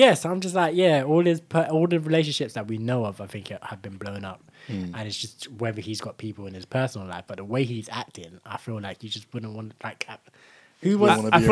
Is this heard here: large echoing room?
no